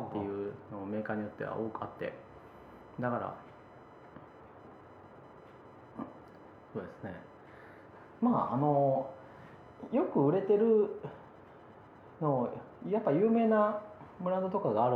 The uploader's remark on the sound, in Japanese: レコーダーの問題で謎のノイズが乗ってしまったので、ひどい部分半分ぐらいカットになってしまいました + 音質が少し悪くなっています